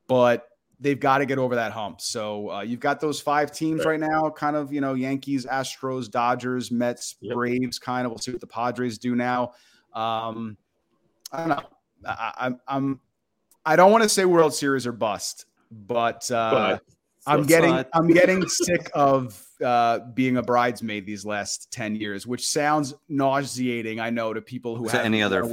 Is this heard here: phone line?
no